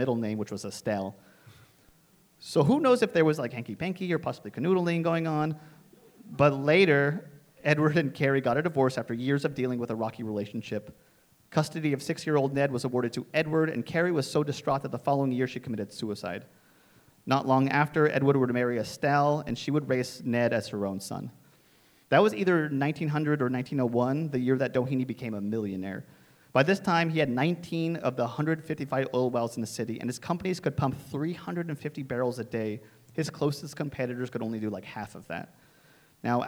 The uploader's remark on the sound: Live recording of our May 20th live show. Live from The Heritage Square Museum.